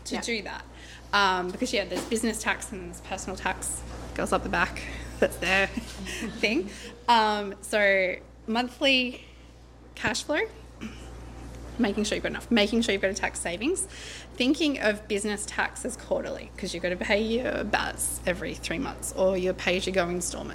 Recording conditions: busy venue